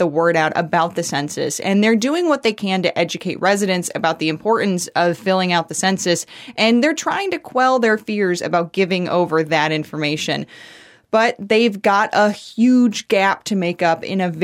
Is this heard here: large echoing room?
no